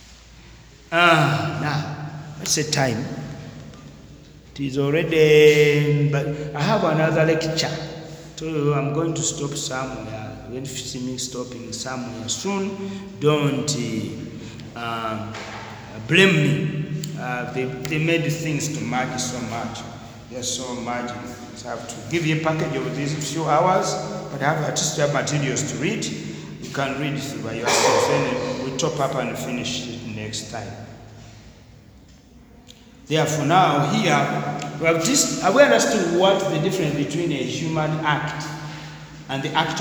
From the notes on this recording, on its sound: Discussed during a lecture